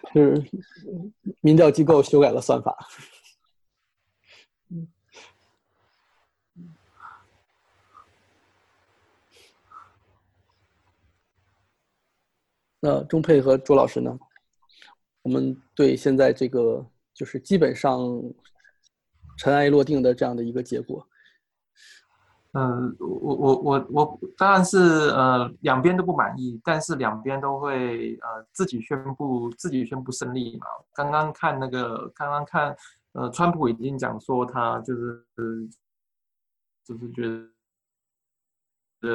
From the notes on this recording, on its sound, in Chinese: 本次播客又是由区块链媒体平台Matters组织策划的在线圆桌。将在线圆桌做简单后期处理。